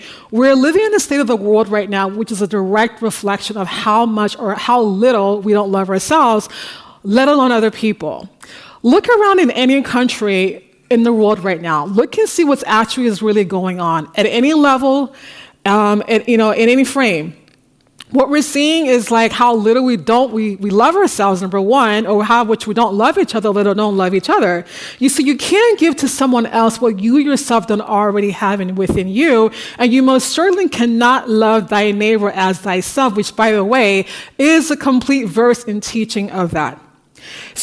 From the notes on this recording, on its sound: The Paris Talks audience at the Bibliothèque Nationale de France in March.